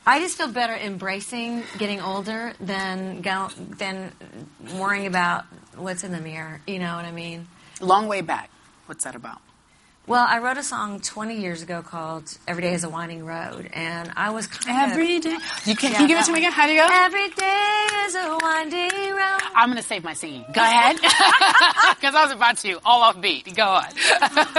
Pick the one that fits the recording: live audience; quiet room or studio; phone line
live audience